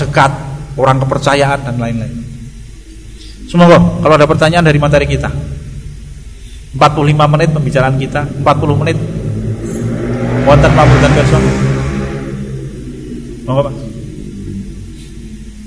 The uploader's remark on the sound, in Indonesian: Rekaman Kajian Majelis Pengajian Islam Ihyaa'ul Quluub. Di Masjid Al Aman Sidoarum Godean Sleman. Yang diselenggarakan oleh FKAM Yogyakarta dan Takmir Masjid Al Aman.